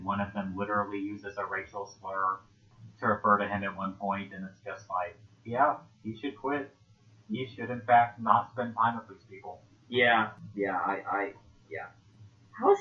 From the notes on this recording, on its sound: As per usual with podcasting, this first episode's audio has major issues.